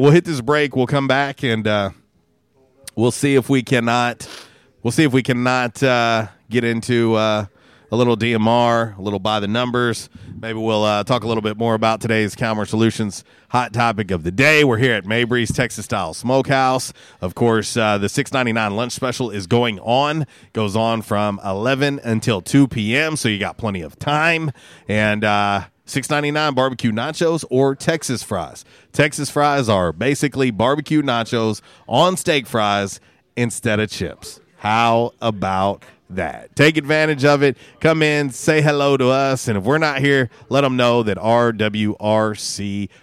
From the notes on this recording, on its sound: Was a Free For All Friday LIVE from Mabry Smokehouse!